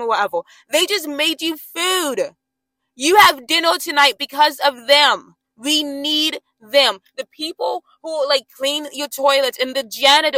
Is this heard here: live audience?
no